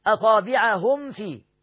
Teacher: الفاء بتخرج من بطن الشفة والميم بتخرج من الشفتين فقريبين قوي من المخرج، فلازم توضح دي ودي، ما تخليش واحدة تلمس التانية حتى.